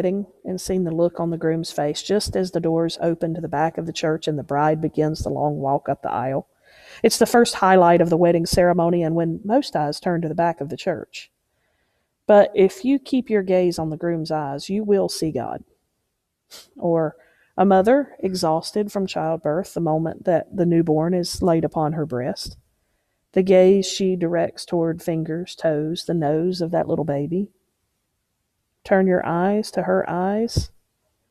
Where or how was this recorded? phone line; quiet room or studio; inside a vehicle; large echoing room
large echoing room